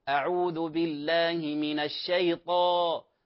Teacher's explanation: الطاء فيها تفخيم وكذلك إطباق، لكن ليس لشفتين علاقة بها